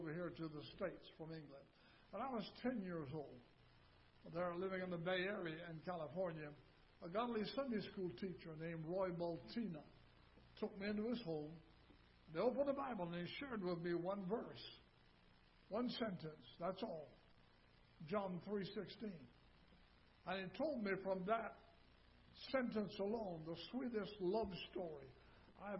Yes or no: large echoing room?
yes